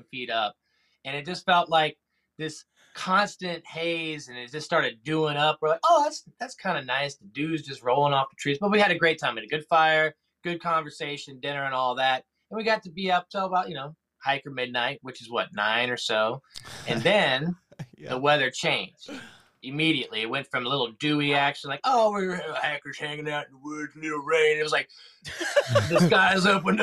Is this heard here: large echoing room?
no